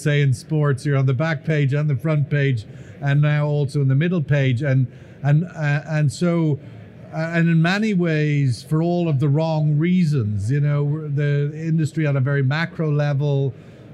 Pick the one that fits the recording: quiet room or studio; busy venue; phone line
busy venue